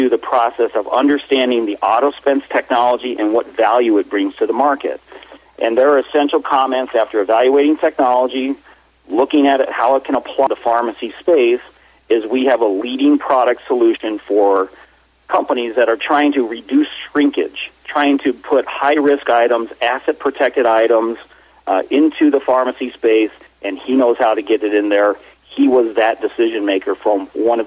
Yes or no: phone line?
yes